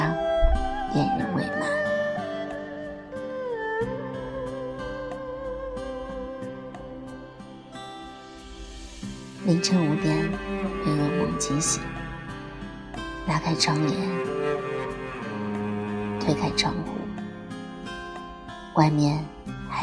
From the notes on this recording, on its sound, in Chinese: 本期手机录制，声音有些低了